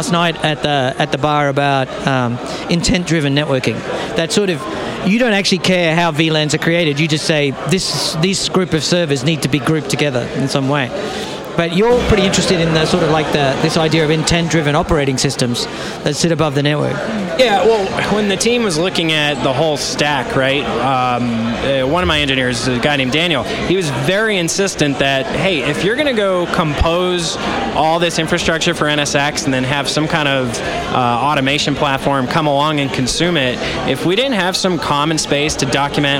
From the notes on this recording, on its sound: A candid conversation among engineers about the tech industry, recorded live in bar.